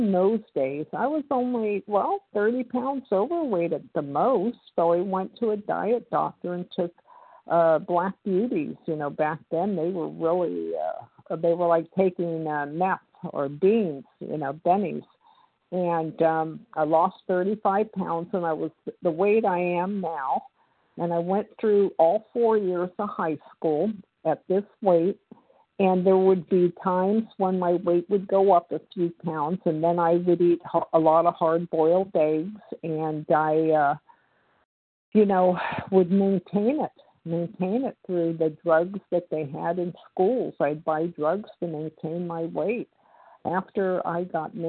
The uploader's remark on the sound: the 100 Pounders Phone Meeting, 10/8/23